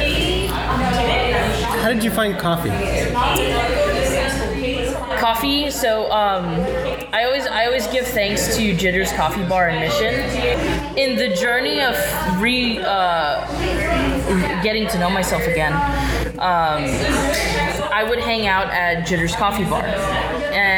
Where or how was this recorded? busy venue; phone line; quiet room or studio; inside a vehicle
busy venue